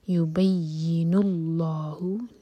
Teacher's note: اللہ تعالیٰ کے نام میں جو لام ہے اس کو ہیوی پڑھا جائے گا منہ بھر کر